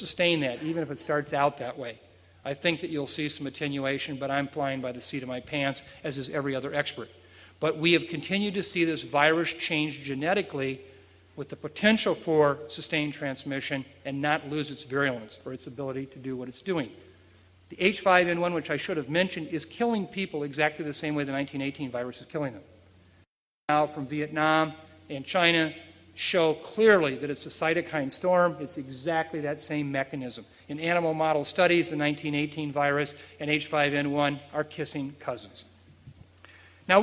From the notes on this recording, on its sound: at the 2006 Freeman Spogli International Conference